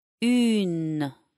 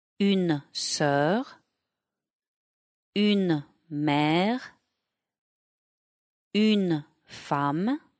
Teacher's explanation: Une is a longer sound. Une. The N is clearly pronounced.